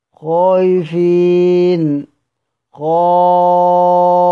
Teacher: يبقى التسهيل عندي بين الهمزة والياء، بين الهمزة والياء، ايضا مع الوجهين مع القصر والمد.